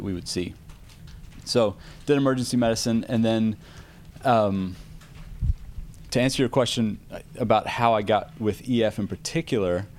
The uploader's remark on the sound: This was recorded during the event, and our cycling pros were feeling the energy from a day of great riding.